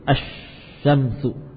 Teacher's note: lam tidak lagi terbaca, namun dileburkan kepada huruf selanjutnya · Term: idgham syamsi